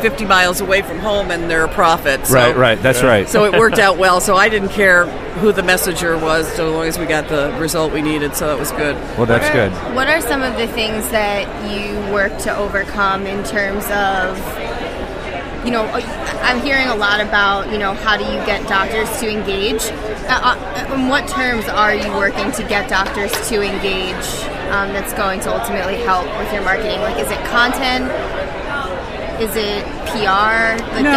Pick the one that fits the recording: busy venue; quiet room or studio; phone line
busy venue